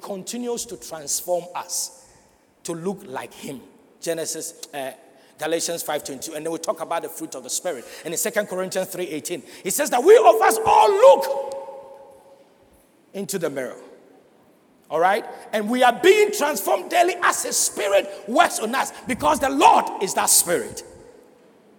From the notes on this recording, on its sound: Sermon preached at CBC Shiashie Campus.